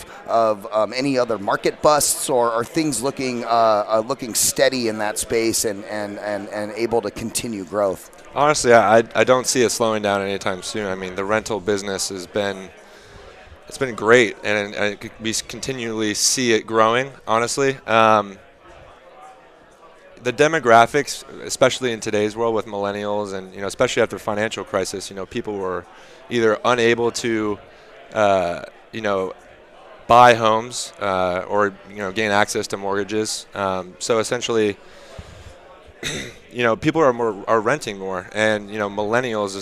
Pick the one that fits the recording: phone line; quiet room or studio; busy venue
busy venue